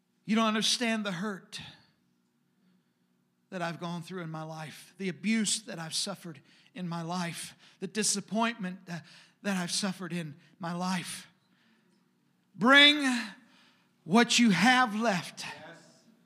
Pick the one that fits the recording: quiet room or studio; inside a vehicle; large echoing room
large echoing room